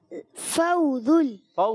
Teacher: زا سیٹی کے ساتھ ادا کریں